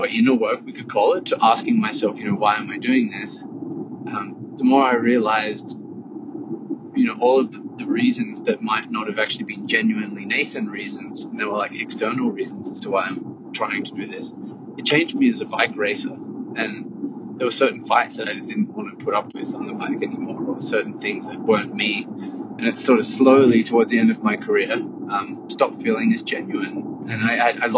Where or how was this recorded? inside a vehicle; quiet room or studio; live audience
inside a vehicle